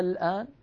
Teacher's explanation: صار عندي حرف مد بعده حرف ساكن سكونا أصليا وهو لام التعريف، فنشأ ما يسمى بعلم التجويد مد لازم كلمي مخفف.